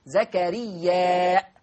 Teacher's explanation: قرأها ورش بإثبات الهمزة